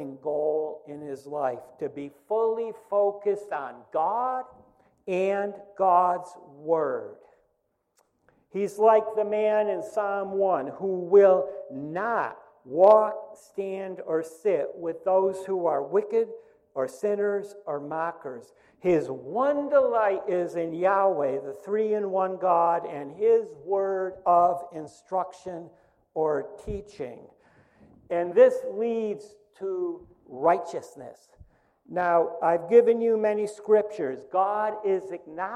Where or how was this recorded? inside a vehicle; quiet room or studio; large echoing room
large echoing room